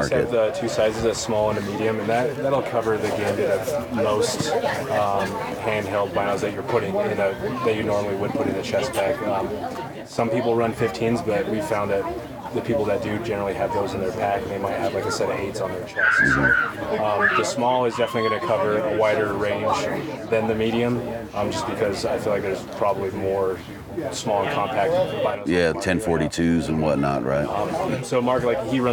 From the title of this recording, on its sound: Live from Western Hunt Fest